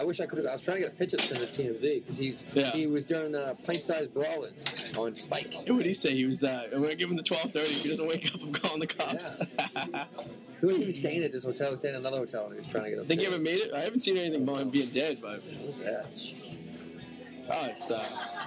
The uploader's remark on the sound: live At a restaurant revere